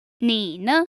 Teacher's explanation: The last word is a neutral tone, or the fifth tone